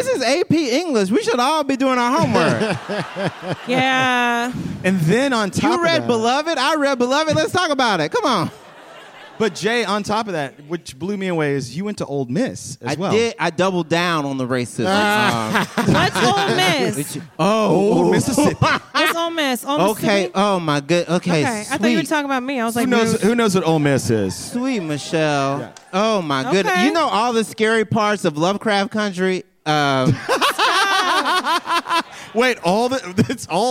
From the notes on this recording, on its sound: LIVE at the Bell House BK